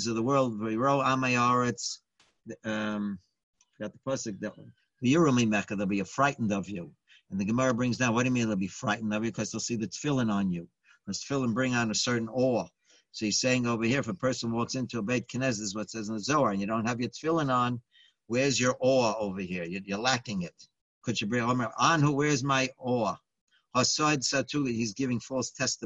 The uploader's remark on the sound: Live On Zoom